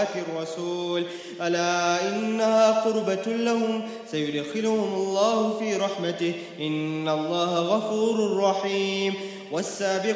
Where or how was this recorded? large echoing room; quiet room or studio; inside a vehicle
large echoing room